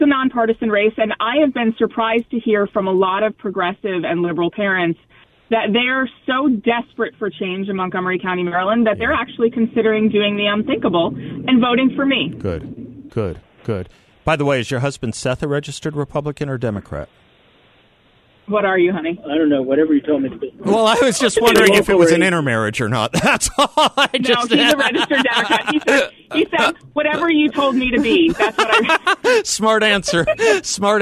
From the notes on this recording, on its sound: By phone.